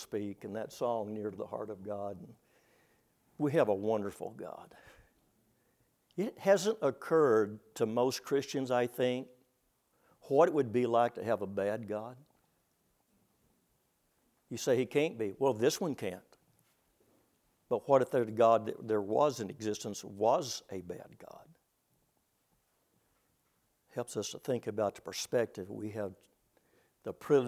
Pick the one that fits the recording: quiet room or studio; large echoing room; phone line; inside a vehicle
large echoing room